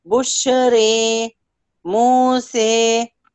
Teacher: عند من أمال فهي ليست بكسرة خالصة ولا فتحة خالص · Term: الممالة